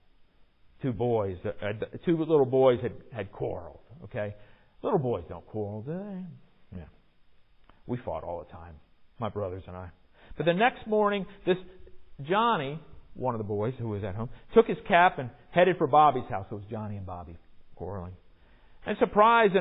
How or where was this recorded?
large echoing room